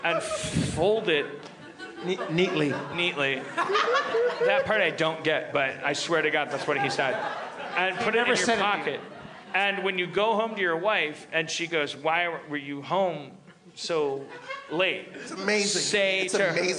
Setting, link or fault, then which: setting, live audience